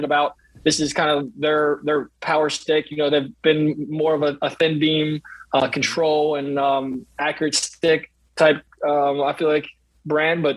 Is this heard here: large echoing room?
no